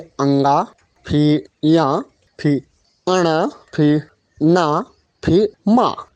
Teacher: इन सभी के पंचम अक्षर नासिका अर्थात नाक से उच्चारण होता है